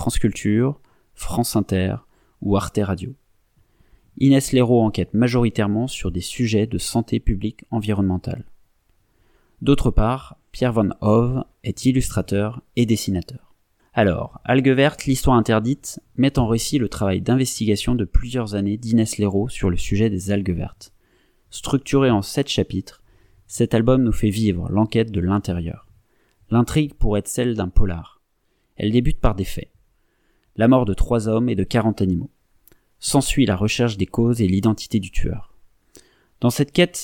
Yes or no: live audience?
no